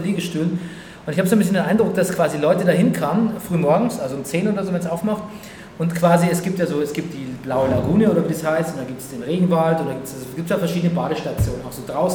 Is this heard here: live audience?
yes